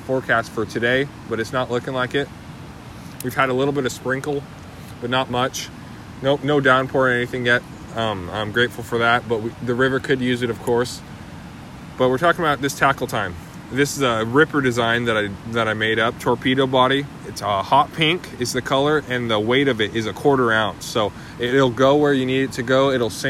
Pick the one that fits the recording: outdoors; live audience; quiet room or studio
outdoors